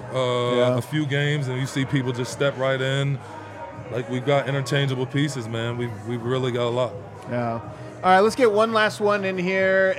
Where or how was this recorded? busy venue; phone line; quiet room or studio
busy venue